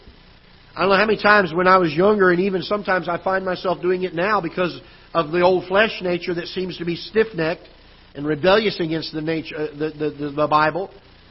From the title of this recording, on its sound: Ketha Heights Baptist Church ~ Live Broadcast